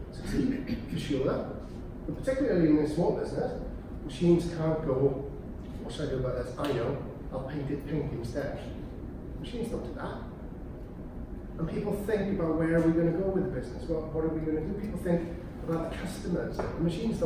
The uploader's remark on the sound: Audio of a talk given at the Royal Mint on the role of people in the transformation process for the ION leadership programme at Swansea University.